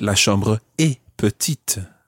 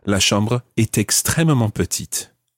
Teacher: So the T is pronounced when it's followed by a vowel. · Shown in: second take